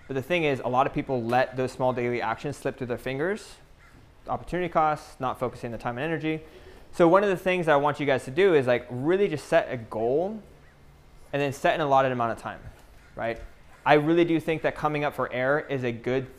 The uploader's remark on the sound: Live Lecture PTBI Retreat 2021